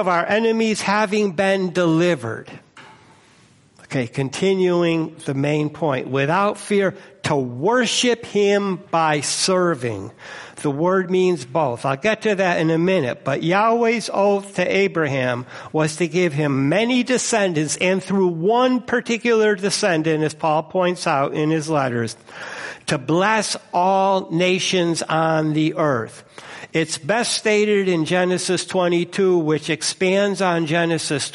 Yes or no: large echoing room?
yes